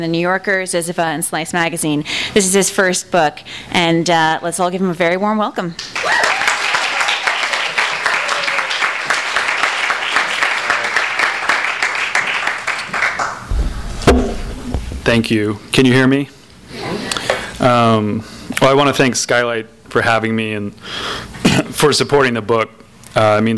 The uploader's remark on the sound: Skylight Books is hosting the launch party. THIS EVENT WAS RECORDED LIVE AT SKYLIGHT BOOKS.